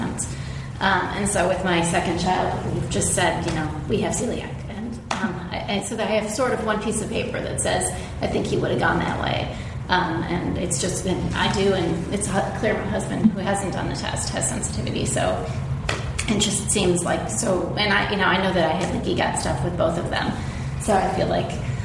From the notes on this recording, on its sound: It's the third and final part of our LIVE show! Welcome to the live show, this is Part 3 of our show!